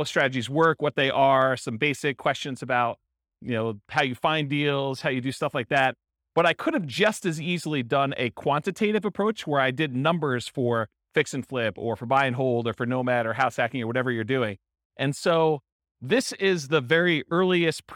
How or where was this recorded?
live audience